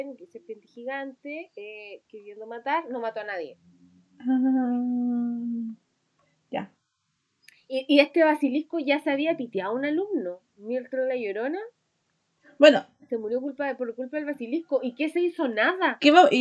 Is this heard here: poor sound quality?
yes